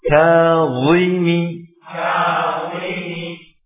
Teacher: Perlu memajukan bibir ketika mengucapkan wa.